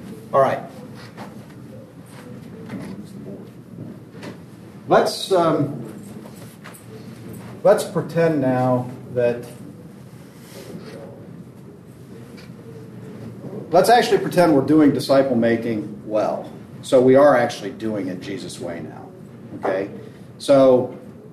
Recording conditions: busy venue